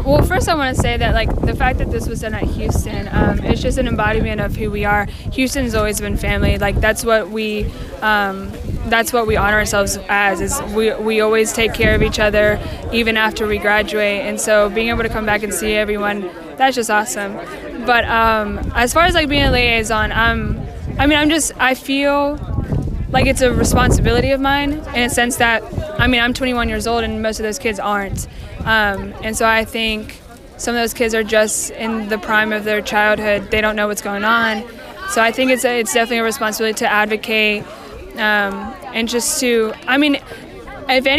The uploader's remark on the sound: Tons of folks showed up to Houston High